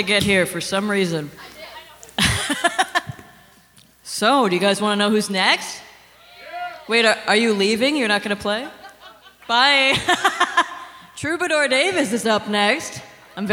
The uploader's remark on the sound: Songwriter Showcase Live From The Red Lion Inn Cave. Recorded live on Thursday, September 7, 2023 at The Red Lion Inn Cave in Cohasset.